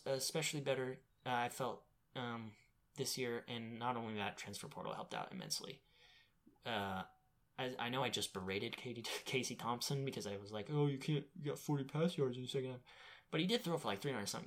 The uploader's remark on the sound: Audio is a bit quiet in this trailer episode.